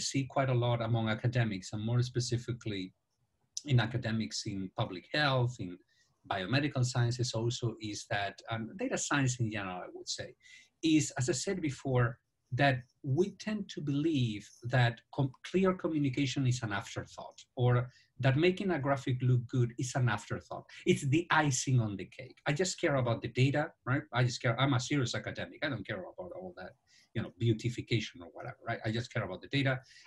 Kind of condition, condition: link, video call